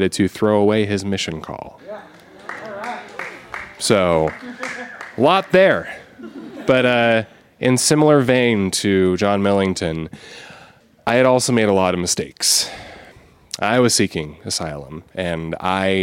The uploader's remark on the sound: This story was recorded live at Buntport Theater